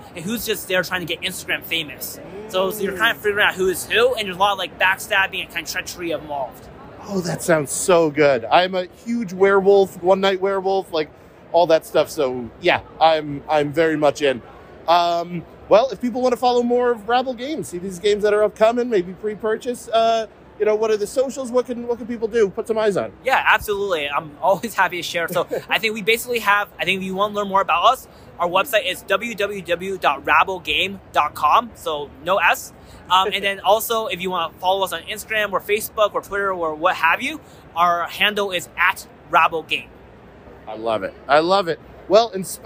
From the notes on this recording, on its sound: LIVE...and then edited. I travel to the massive video game convention PAX East in lovely Boston, MA with papers in hand ready to talk to the developers, publishers, creators and creative minds that fill the expo center.